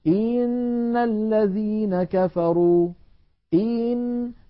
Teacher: يعني مثلا لما نقول إن الذين كفروا، إن هنا الهمزة مكسورة فلها زمن، لكن لو بالغنا وقلنا إن الذين كفروا إن، فكأنه صار بعد الهمزة المكسورة ياء · Term: الإدخال